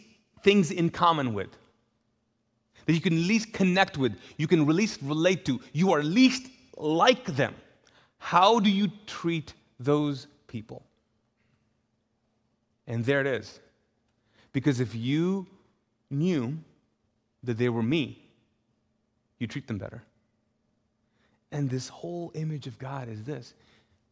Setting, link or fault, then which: setting, large echoing room